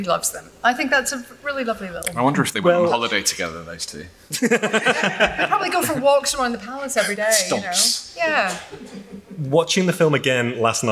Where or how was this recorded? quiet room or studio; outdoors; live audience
live audience